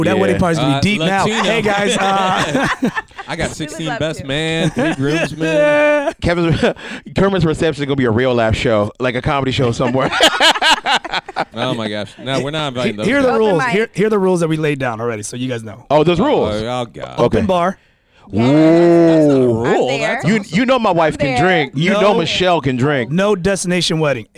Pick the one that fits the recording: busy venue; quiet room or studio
busy venue